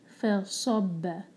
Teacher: آئی number 13, فصب، یہ صاد سین نہیں، فصب ف لائٹ، صاد ہیوی اور ب لائٹ